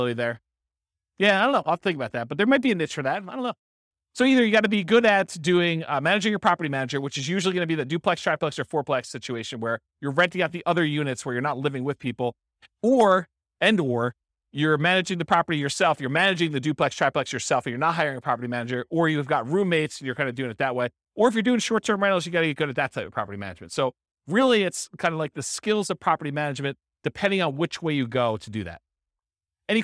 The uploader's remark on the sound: This was a live class recorded